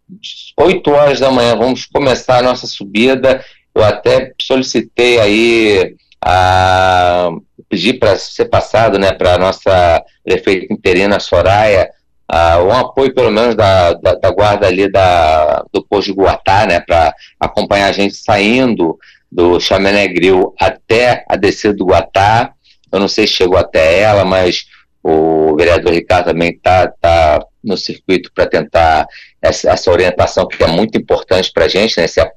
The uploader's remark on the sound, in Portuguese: Em entrevista por telefone ao Cruz de Malta Notícias 2ª edição.